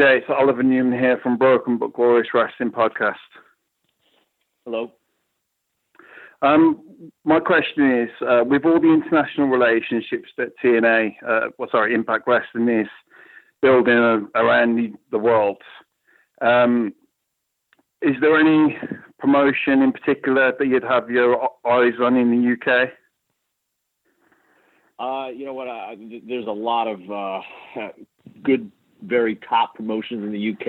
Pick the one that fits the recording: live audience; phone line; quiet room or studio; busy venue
phone line